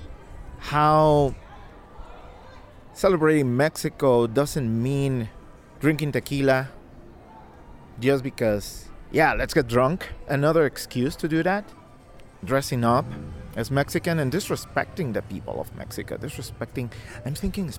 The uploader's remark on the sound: Recorded at the Holyoke Merry Go Round, during the celebration of Cinco de Mayo for Kids